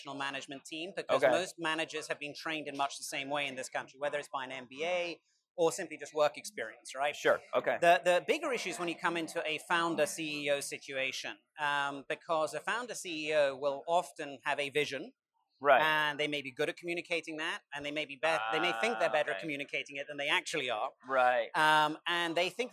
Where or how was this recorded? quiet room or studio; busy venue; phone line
busy venue